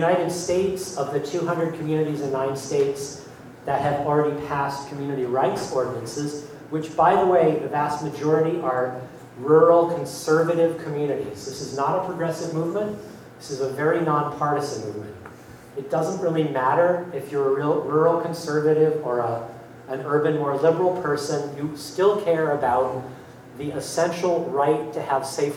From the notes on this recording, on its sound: the Keynote Speech at Progresstival in La Crosse, Wisconsin